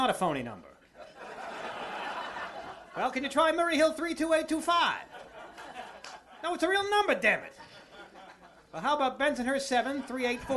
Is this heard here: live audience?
yes